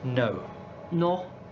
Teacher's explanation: So for the pronunciation of no, it's also much shorter, more clipped.